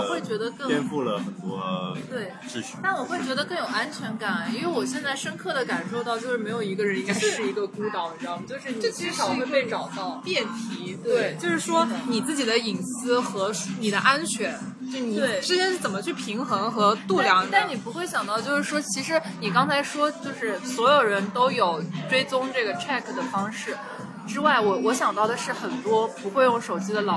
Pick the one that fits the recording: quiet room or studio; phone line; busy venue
busy venue